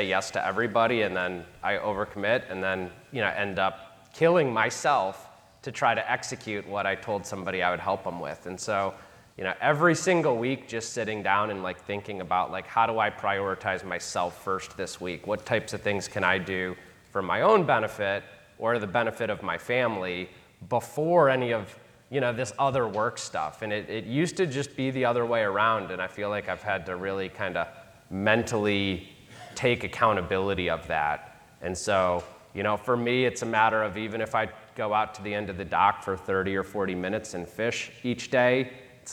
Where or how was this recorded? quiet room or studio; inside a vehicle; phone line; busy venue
busy venue